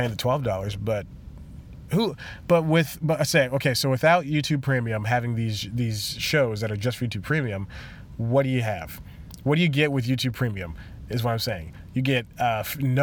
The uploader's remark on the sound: In another weird place (physically) again as he records this episode in his car.